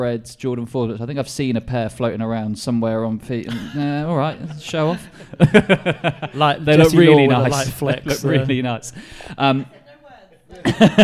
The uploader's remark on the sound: LIVE! From Offspring Kings Cross